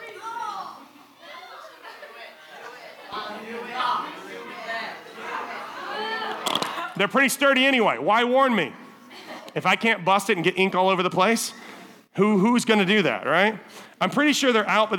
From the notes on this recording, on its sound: Summer Camp Wk7. Evening speaker recordings at our Frontier Town teen summer camp services.